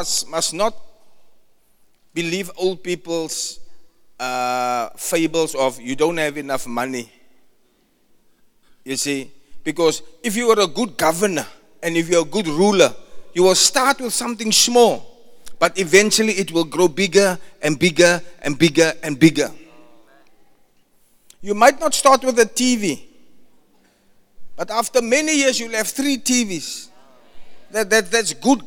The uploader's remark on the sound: Preached at the Zion Sanctuary, Cape Town